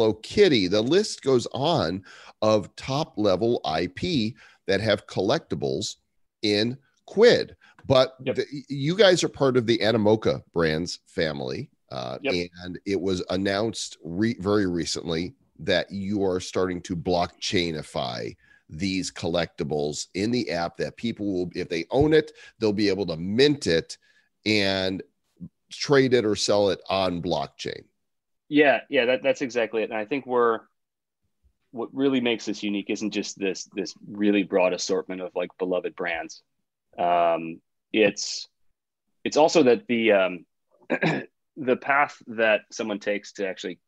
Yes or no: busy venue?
no